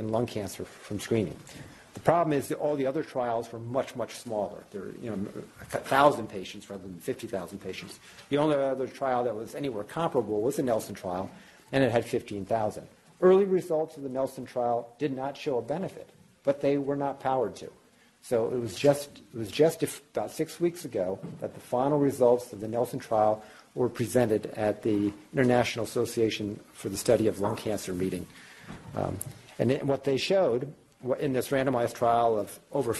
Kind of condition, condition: setting, live audience